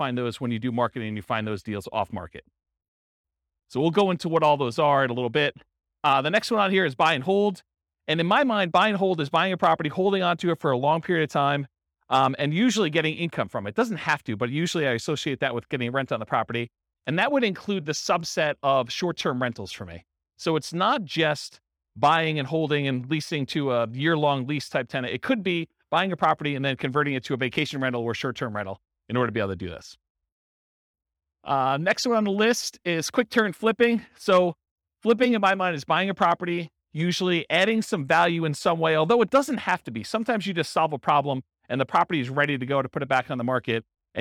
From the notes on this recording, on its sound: This was a live class recorded